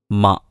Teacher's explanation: മ എന്ന് പറയുമ്പോൾ രണ്ട് ചുണ്ടുകളും പരസ്പരം തട്ടുന്നു.